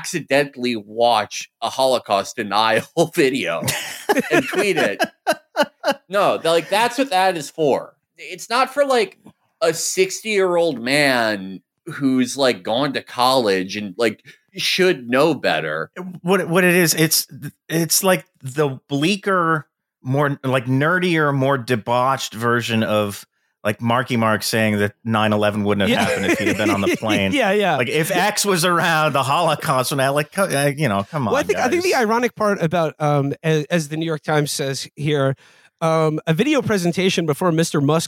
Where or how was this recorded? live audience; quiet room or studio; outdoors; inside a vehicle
quiet room or studio